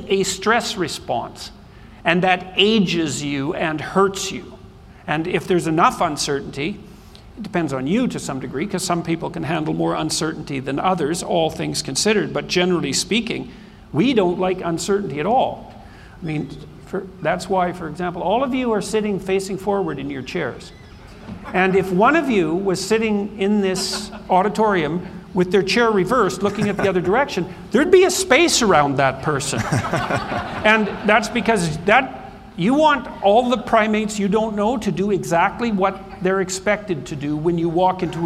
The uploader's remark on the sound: This episode was recorded in front a live studio audience. During the Bitcoin 2022 Conference in Miami, FL.